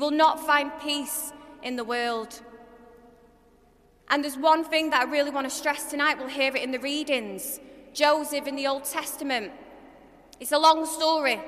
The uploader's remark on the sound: This episode is a live-talk I gave at the Galway Cathedral Novena in March 2023